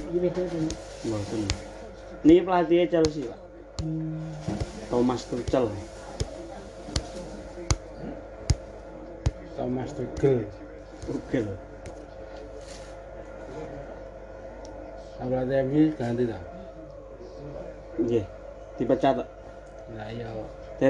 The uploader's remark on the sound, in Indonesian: sengaja direkam tanpa edit dan mengambil ambience sekitar ketika malam hari di seputaran HIK SOLO GRATIA